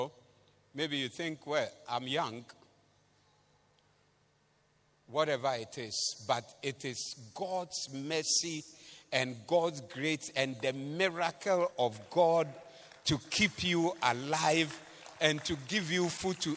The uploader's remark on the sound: Preached at the Doxa Service